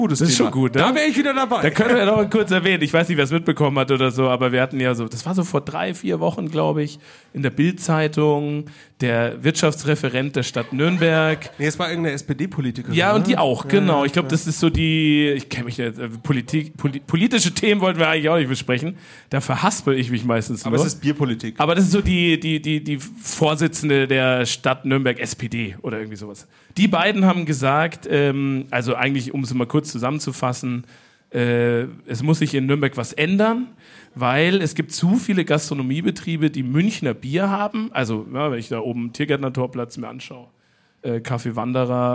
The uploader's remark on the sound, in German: Special LIVE Podcast im Afterwork. Das Ganze mit Bier und Mikro in der Hand. Anderes Setting, zu später Stunde und vor Publikum.